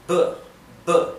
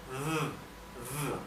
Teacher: En inglés, la letra B y la letra V tienen una pronunciación bien distinta. Bien, la B es un sonido labial, B, B, ¿sí? Y la V es un sonido dental, V, V, ¿sí?